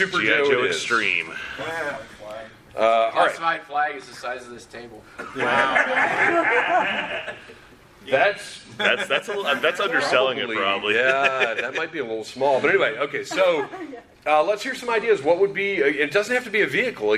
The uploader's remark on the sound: This episode was recorded LIVE at Dragon Con for the American Sci-Fi Classics Track.